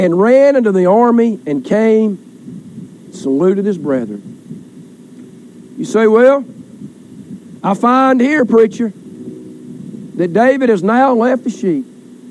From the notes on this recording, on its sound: Recorded during Family Day outdoor service.